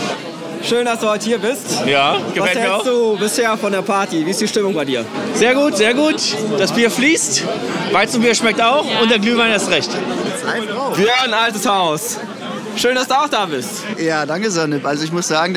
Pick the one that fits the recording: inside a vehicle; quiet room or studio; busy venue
busy venue